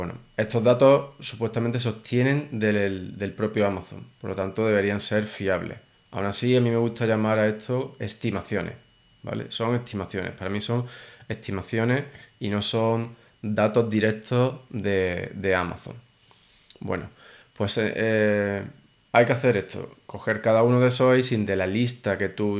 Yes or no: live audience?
no